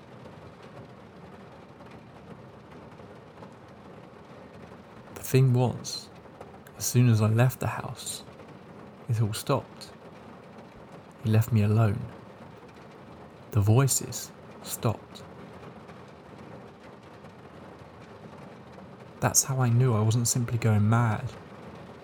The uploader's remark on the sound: Told IN THE RAIN. The rain sounds will continue for around 10 minutes after the stories end.